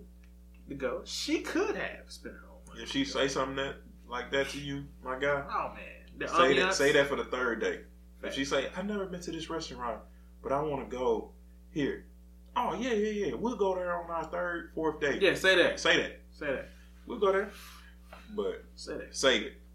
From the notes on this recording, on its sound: do to technical difficulties we could finish the episode like we wanted